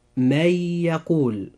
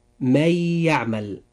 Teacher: وقع بعد النون الساكنة حرف الياء، وهو من حروف الإدغام بغنة